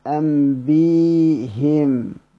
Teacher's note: وذهب ابن مجاهد وابن غلبون إلى الكسر مناسبة للياء